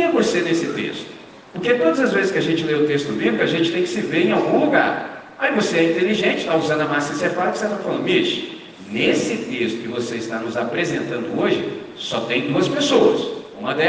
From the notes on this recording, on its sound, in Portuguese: Gravado em 31 de Maio de 2023 com os estudantes do 6°, 7° e 8° ano do Colégio Batista Brasil unidade Volta Redonda, RJ.